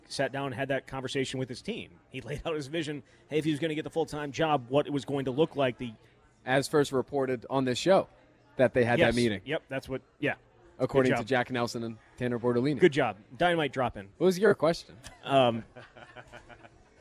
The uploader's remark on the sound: live at Monk's in Sun Prairie